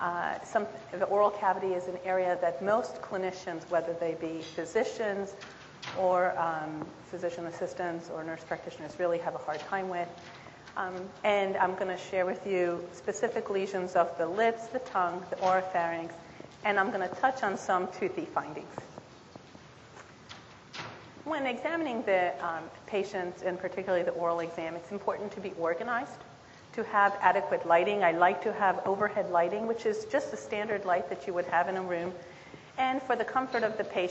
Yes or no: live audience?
yes